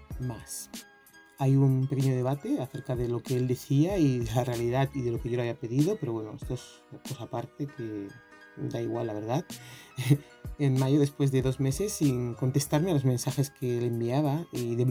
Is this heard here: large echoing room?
no